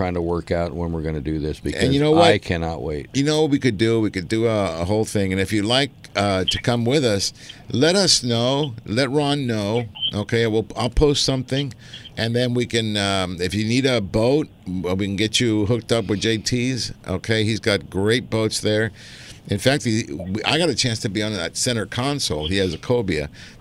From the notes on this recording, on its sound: "LIVE" from Angel Stadium in Anaheim, CA